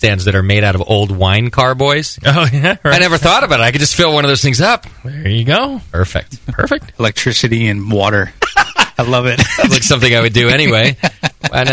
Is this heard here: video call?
no